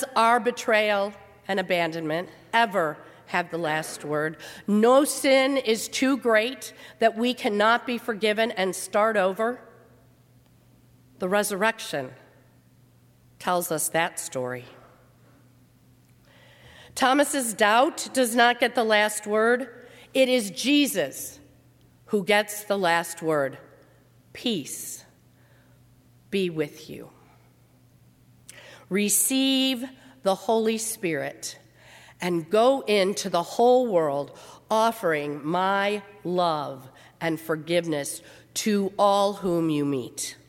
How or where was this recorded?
large echoing room